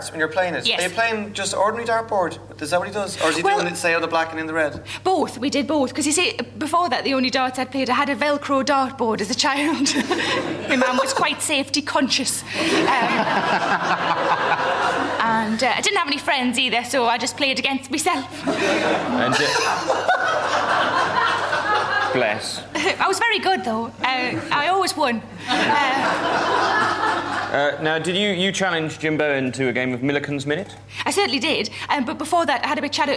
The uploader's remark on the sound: Edinburgh festival podcast: The Guardian Live at the Gilded Balloon. On stage for live comedy at the Gilded Balloon.